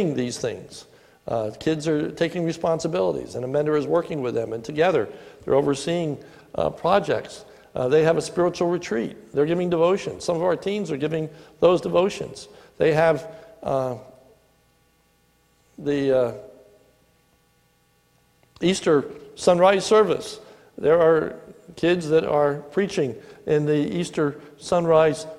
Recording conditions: large echoing room